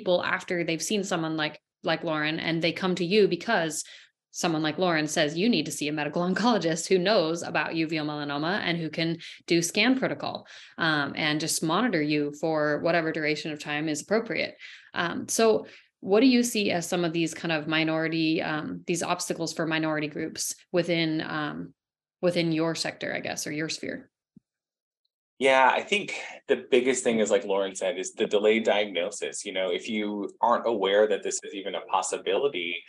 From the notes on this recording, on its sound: Special Rare Disease Day Webinar, recorded live on Feb 28, 2023.